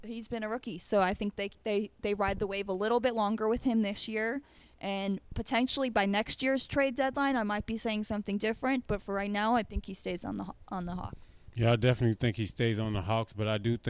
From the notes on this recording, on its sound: broadcasting live from McFadden’s at Westgate in Glendale, Arizona